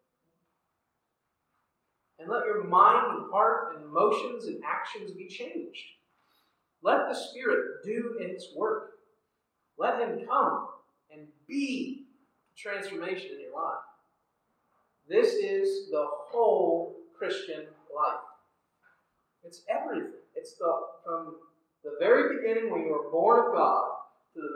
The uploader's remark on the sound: Audio quality is not great on this one.